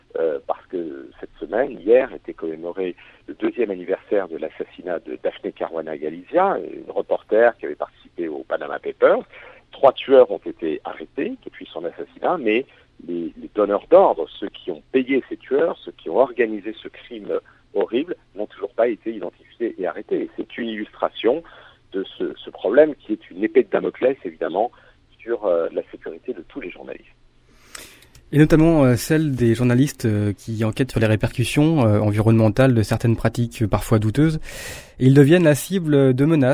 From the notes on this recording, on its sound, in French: Aujourd'hui, direction Malte pour rejoindre par téléphone.